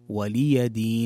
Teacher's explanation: طيب، وهنا تنبيه في الآية الأخيرة في قوله تعالى لكم دينكم ولي دين، من الأخطاء الشائعة أن تقرأ ولي دين، ولي دين، والصحيح أن تحقق كسرة اللام في ولي، وتوضح كذلك الياء، فتحة الياء